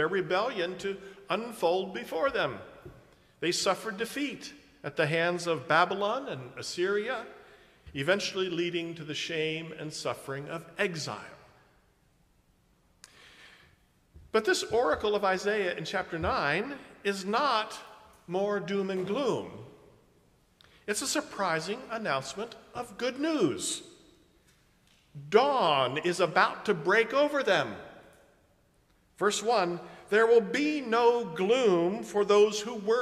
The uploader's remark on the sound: preaches at a Park View Mennonite Sunday morning service